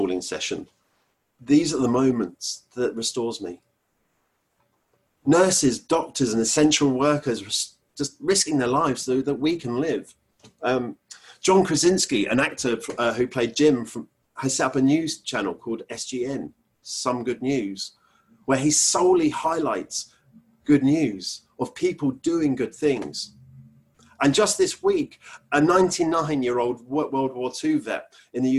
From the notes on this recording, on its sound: Our Zoom streamed service